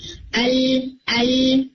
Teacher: ایسی اسکویزڈ ساؤنڈ آتی ہے، گھٹی گھٹی سی بہت پھیلی ساؤنڈ، اسپریڈ ساؤنڈ اس کی ہوتی ہے وہ نہیں بلکہ اسکویزڈ ویری اسکویزڈ ساؤنڈ آ رہی ہوتی ہے. · زبان کی نوک کو بالکل مسوروں دانتوں کے جو مسوڑے ہیں ان کے اوپر لگانے کے بجائے تھوڑا پیچھے کی طرف لگاتے ہیں اور صرف نوک لگاتے ہیں، سائڈز لگانے کی کوشش نہیں کرتے.